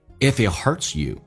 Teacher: If it,有一个连音 If it, T,而且不发音，后面是以辅音开头，那么这个属于略音。If it hurts you, hurts,重度卷舌，整个舌身往回卷，卷到极限， hurt.